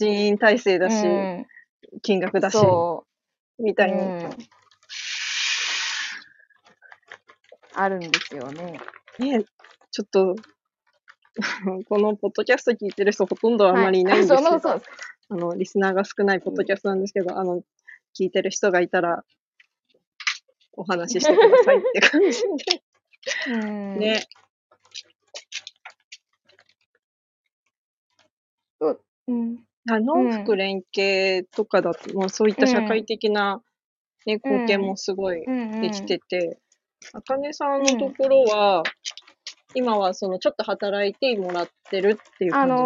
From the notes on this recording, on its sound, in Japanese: コラボ収録。作業中の収録の為雑音等入ってます。途中電波の状況が悪く音声が途切れますがちゃんと戻ります。